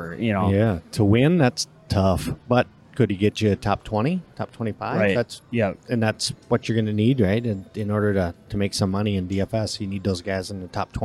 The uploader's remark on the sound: we broadcast live from the Dakota Magic Hotel & Casino in the Dakota Nation Sports Book